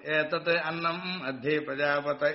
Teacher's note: प्रजापते इति शब्दः सम्बोधनम् अस्ति वाक्यस्य अन्ते भवति तत् सर्वानुदात्तमस्ति